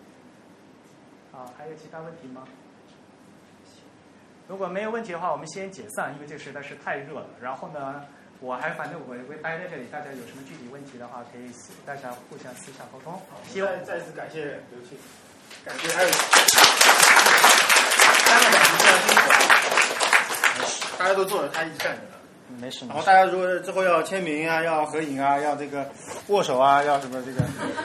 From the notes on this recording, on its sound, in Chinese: 于 7 月 16 日在同济大学中芬中心开讲。本期节目为现场录音的精选剪辑版。